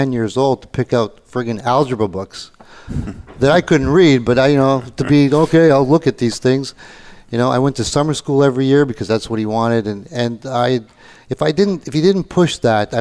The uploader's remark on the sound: Live Broadcast at the The IPBC IGNITE Conference.